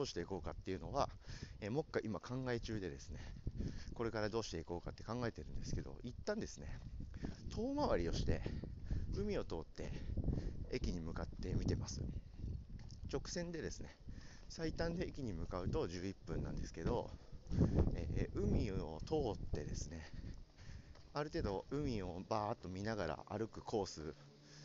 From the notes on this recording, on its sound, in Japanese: ワイルド音質ver。海を歩きながら優雅に話そうと思ったら風が強すぎて聴けたもんじゃあない音質の方のエピソードがこちらです。